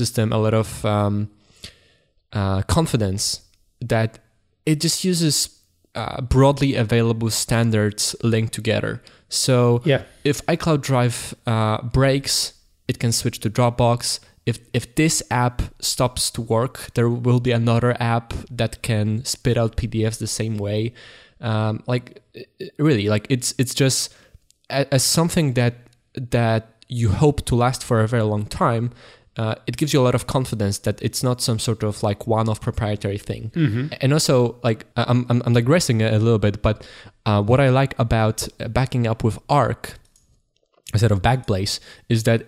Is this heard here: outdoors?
no